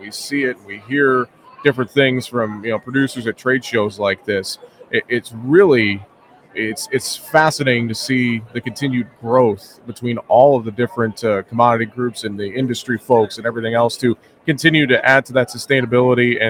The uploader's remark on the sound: Reports live from the Cattle Industry Convention in Nashville.